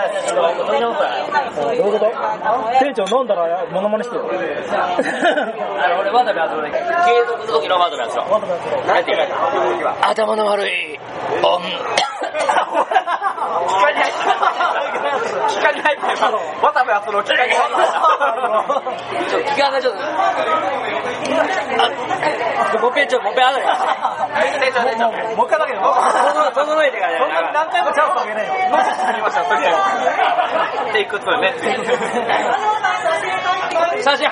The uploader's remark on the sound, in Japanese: 居酒屋そそうで収録の回。正直聞きづらい音声ではありますが、そそうの楽しい雰囲気をお伝えできれば幸いです。